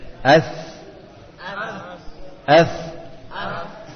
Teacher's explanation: Suaranya mengalir pada ujung lidah dan ujung gigi seri atas